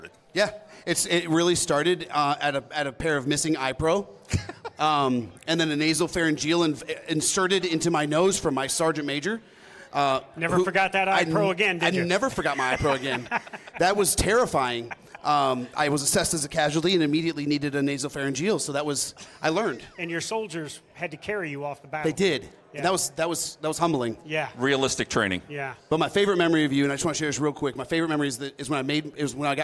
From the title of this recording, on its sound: Live from MIC 2023